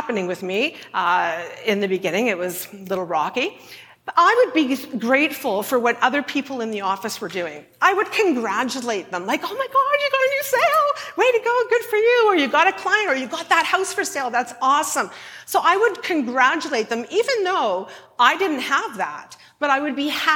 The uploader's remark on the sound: at a Shine Live event